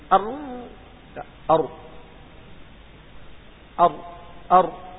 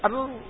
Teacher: يرتعد رأس اللسان ارتعادة واحدة خفيفة حتى لا تنعدم الصفة · Shown in: second take